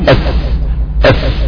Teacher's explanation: المخرج الخاص الاول في المخرج الرابع من المخارج العامة اللي هو مخرج الشفتين، مخرج حرف الفاء اللي هو بطن الشفة السفلى مع اطراف الثنايا العليا